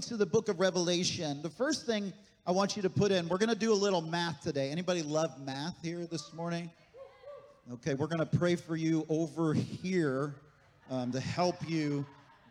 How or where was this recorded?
large echoing room